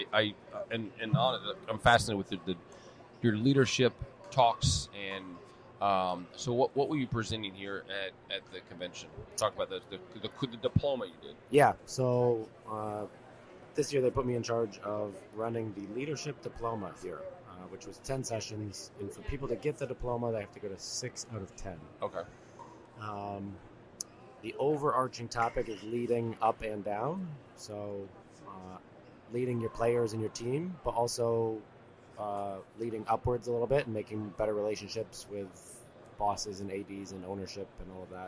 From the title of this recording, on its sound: Live from the USC Convention